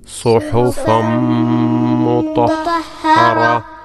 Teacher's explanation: ഒരു ചെറിയ ഒരു ഹ ഉച്ചരിച്ചു കൊണ്ട് അതിന് സുക്കൂൻ നൽകിക്കൊണ്ട് വഖഫ് ചെയ്യുക